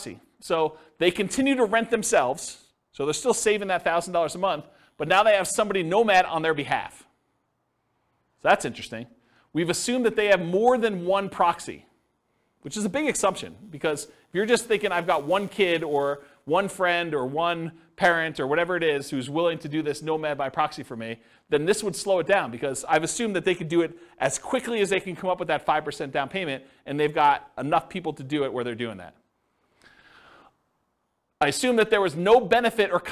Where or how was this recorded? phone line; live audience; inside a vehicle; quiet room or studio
live audience